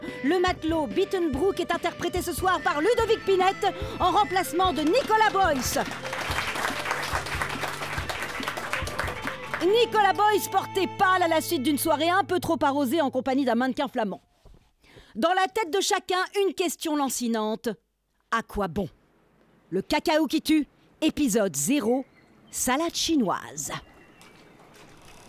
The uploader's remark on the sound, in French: En direct de La Loge. Avec bruiteur, comédiens, musiciens, et tout, et tout ?